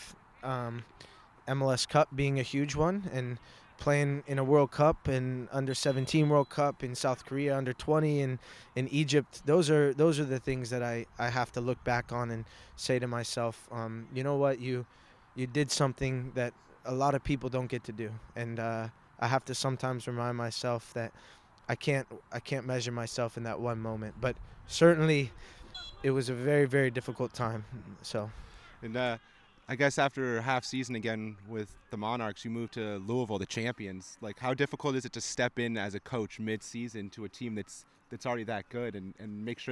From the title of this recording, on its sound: Live From The Combine